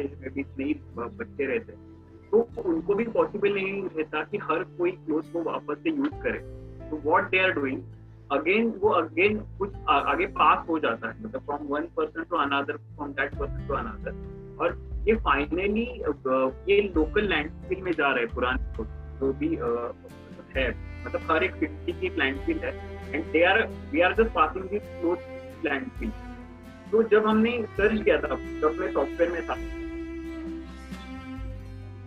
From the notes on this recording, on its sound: Interactive session over zoom.